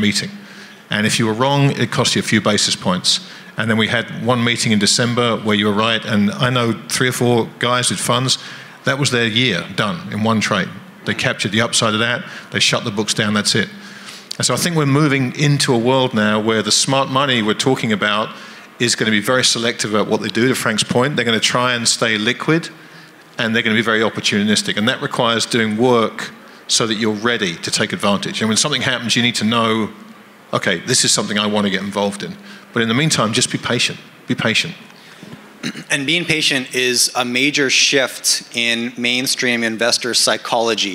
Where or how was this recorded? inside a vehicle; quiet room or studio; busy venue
busy venue